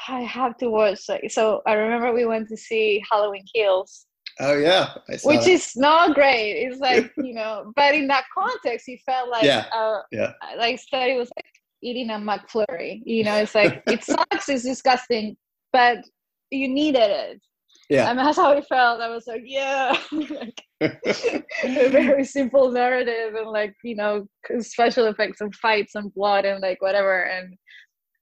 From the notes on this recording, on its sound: First our Zoom conversation was interrupted by a surprise guest...